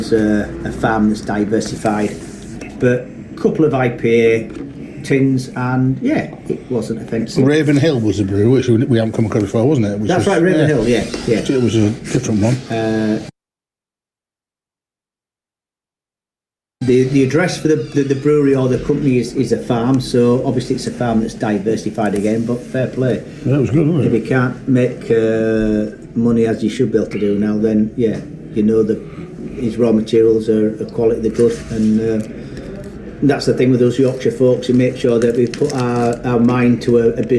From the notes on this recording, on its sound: This podcast was recorded over the August Bank Holiday 2021 – mostly live in Malton and York as our three podcast amigos met up after the summer break, includes a fleeting visit to Scarborough, a day at the Malton Food Festival.